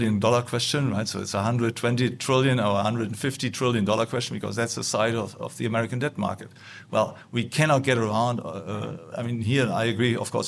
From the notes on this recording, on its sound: Recorded at the Mises Institute Supporters Summit in Auburn, Alabama, 14 October 2023.